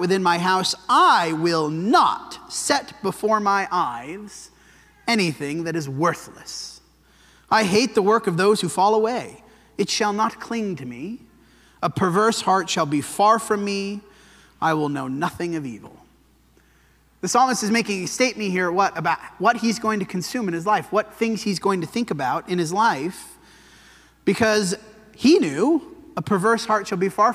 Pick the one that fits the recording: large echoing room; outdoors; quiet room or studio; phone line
large echoing room